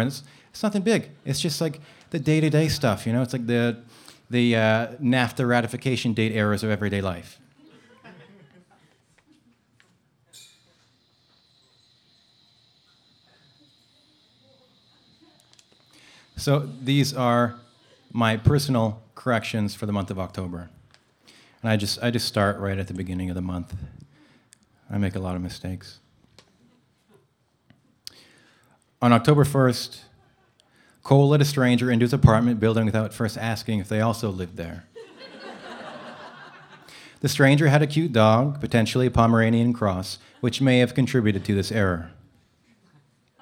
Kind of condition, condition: setting, live audience